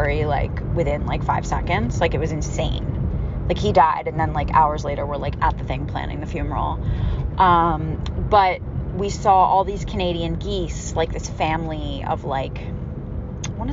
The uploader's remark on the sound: grieving alone in my car